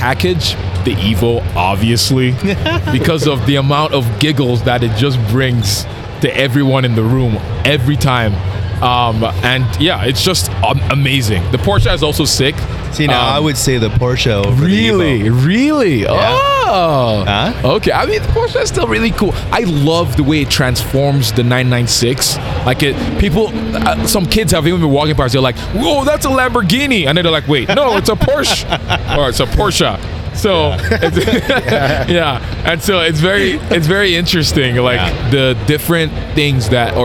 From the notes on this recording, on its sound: Driven Show Live. Live at the Driven Show Calgary.